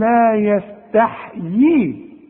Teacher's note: الحاء عليها سكون، يبقى انا هسكن الحاء